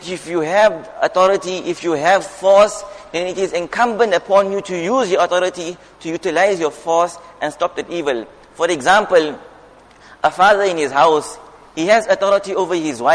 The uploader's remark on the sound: Jumuah Lecture